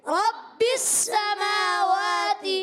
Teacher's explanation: را کو با سے ملائیں گے با مشدد ہے ذرا رک کر ادا کریں گے اور با کو پھر سین سے ملائیں گے سین کو بھی